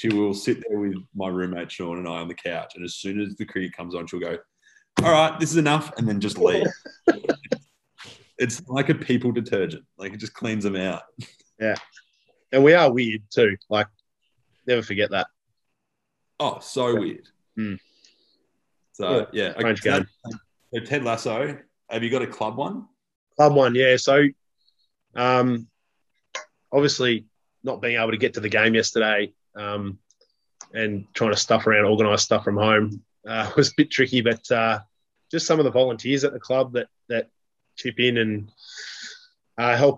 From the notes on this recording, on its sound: as the boys are forced onto zoom